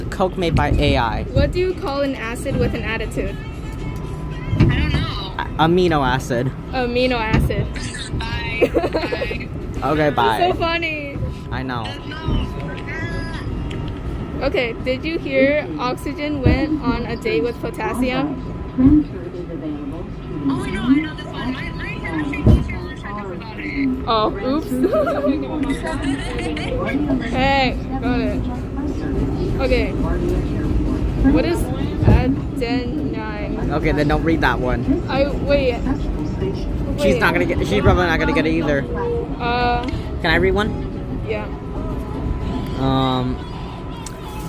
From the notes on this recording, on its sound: THE NEW YORK CITY SUBWAY, with an AUDIENCE! Between Queensboro Plaza and Flushing-Main St.